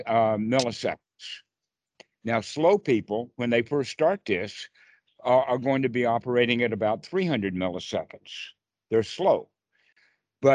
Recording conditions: video call